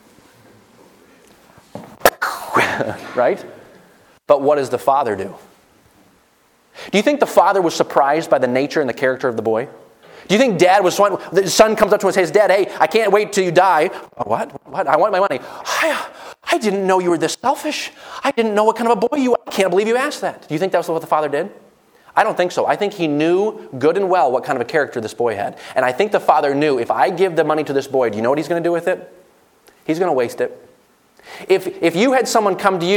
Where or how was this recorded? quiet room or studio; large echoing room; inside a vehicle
large echoing room